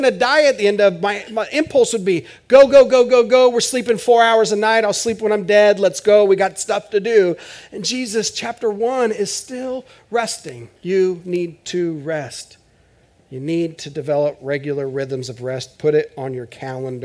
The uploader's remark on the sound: This is audio ripped from the Live Service video.